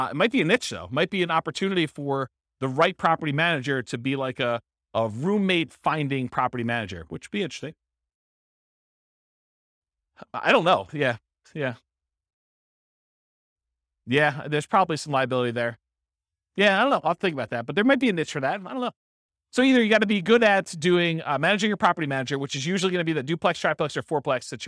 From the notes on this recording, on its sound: This was a live class recorded